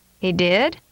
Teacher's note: The following sentences require a full rising inflection.